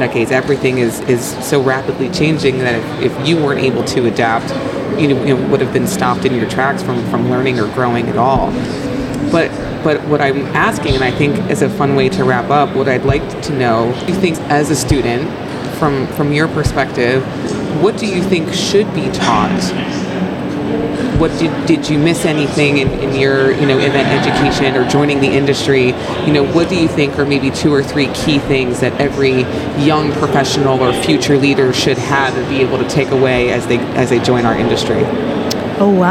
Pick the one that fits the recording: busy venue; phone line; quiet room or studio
busy venue